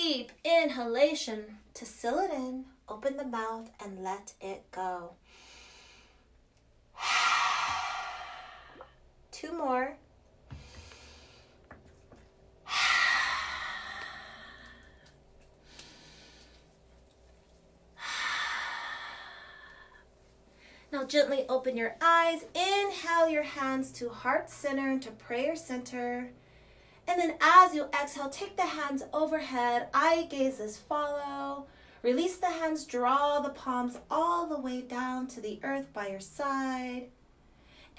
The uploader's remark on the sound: This guides meditation was recorded during a LIVE session. The sound is a bit inconsistent.